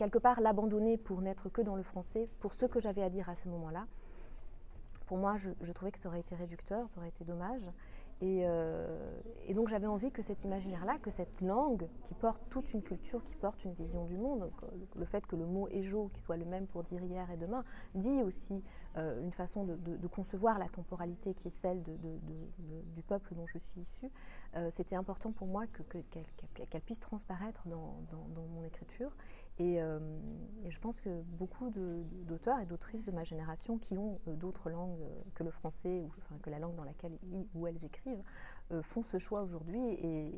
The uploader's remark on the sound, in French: au Littérature Live Festival de la Villa Gillet le 16 mai 2022